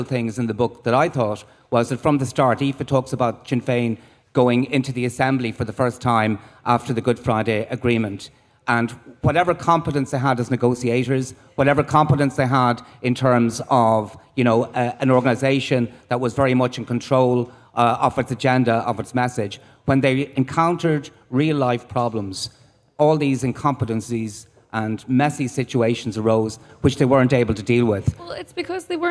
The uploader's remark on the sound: In the Mindfield area at this year's Electric Picnic festival